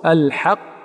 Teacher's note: يفخم الحاء في الحق لكثرة دورانها في القرآن، فتراه يقول الحق الحق، والصواب أن يقول الحق ولا يبالغ في ترقيقها حتى يقول الحق، كلا بل يقول الحق.